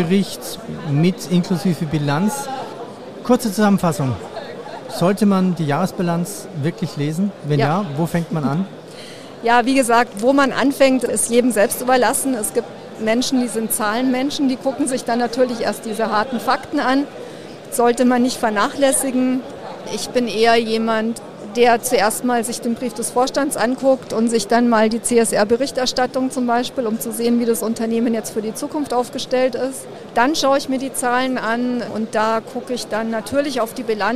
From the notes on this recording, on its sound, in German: Diesmal live vom Börsentag Hamburg